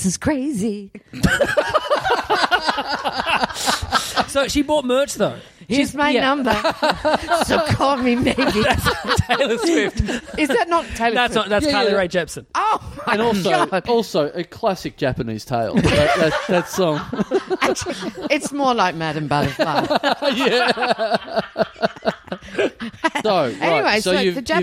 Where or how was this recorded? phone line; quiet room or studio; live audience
live audience